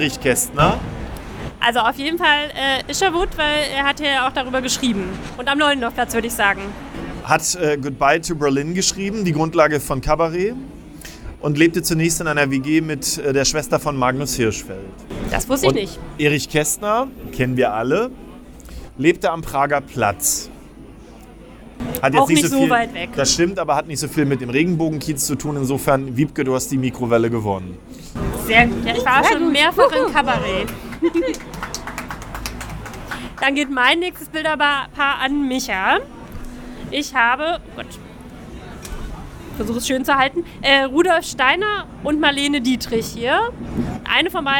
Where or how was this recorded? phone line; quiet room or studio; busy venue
busy venue